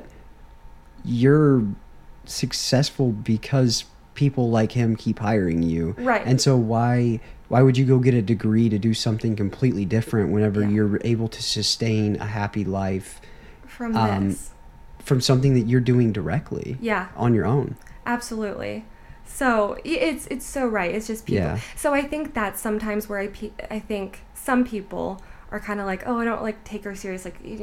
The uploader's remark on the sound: I apologize for the space heater running in the background and making noise... But, we were cold.